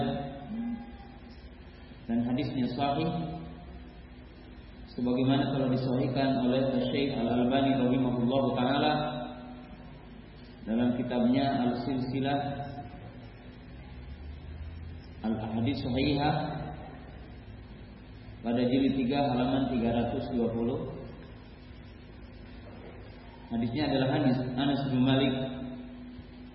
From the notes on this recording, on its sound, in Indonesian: Safari Dakwah Magetan. Di Masjid Al Khoir Magetan.